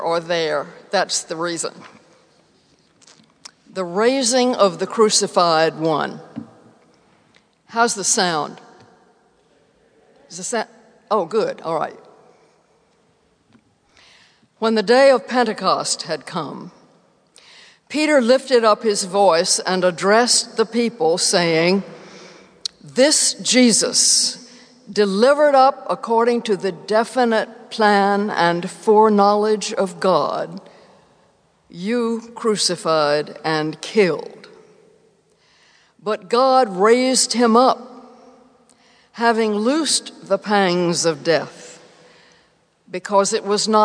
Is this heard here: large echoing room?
yes